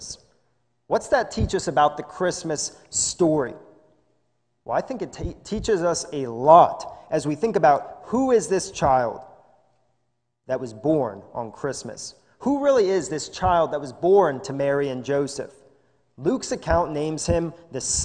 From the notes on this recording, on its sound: This is a sermon recorded live in the Lebanon Bible Fellowship Church in Lebanon, PA on 11/29/2020 during the morning service